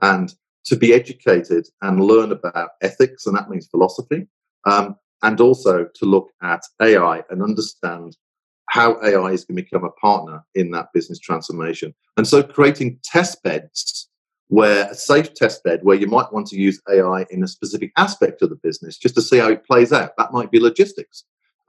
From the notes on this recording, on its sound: The audio for this episode is taken from a recent Crestcom Webinar: Leadership in the Age of Artificial Intelligence.